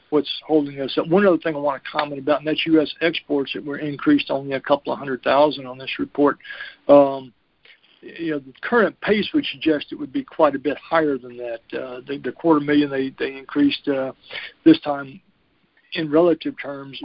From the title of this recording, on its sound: Monthly Conference Call